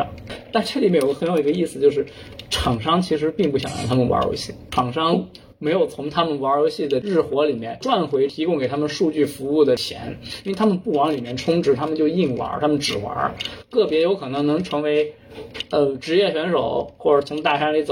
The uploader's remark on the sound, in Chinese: 由于音质不慎受损，本期音频或存在部分噪音，敬请见谅